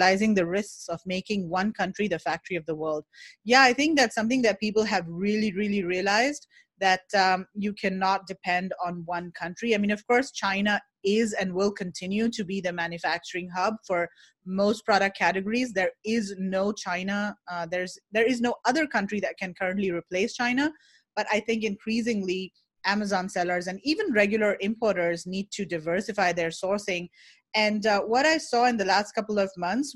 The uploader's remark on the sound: This is a replay of a live virtual meetup held on 19 March 2020 with almost 80 Amazon sellers, and e-commerce experts.